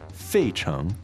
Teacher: Fourth tone on the 费, right?